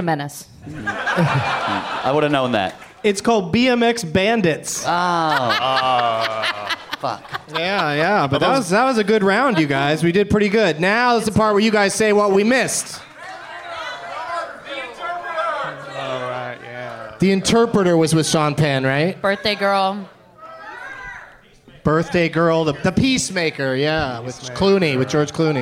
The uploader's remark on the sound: Live from the Helium Comedy Club in Portland, OR.